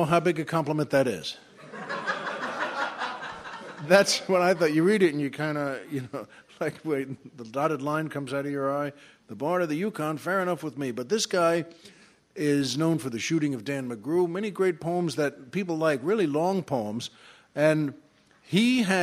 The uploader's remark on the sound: recorded at the third annual LA Podcast Festival